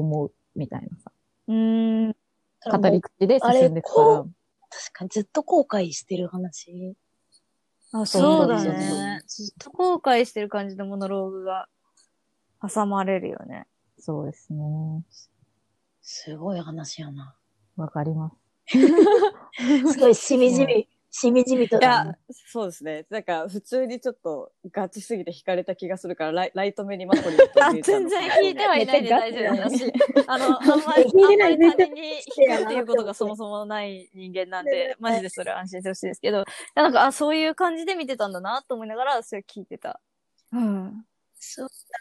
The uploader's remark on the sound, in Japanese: 緊急事態宣言の発出に基づき、リモート環境にて収録しております。ふだんの配信よりも聞きづらい箇所などあるかもしれませんが。